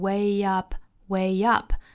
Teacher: way up 加 e，这也是属于元音加元音的连读